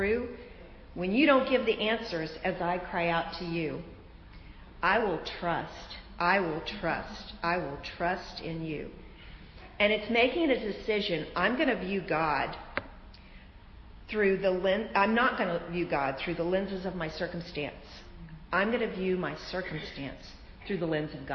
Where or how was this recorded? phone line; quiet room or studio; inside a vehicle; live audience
live audience